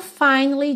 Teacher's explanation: Esse A da palavra finally não é exatamente mudo completamente, mas ele também não tem nenhuma ênfase, tá? Você passa por ele bem rapidinho.